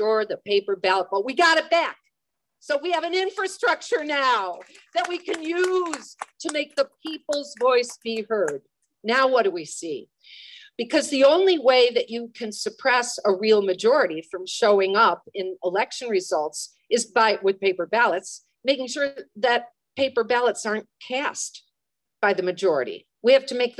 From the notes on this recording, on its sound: On a warm, sunny southern California Day, dozens of local activists gathered to meet and hear brilliant movers and shakers from throughout the nation. The program was zoomed to the Progressive Democrats of America.